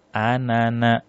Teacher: cara bacanya si alif ini dianggap tidak ada sehingga kita baca pendek.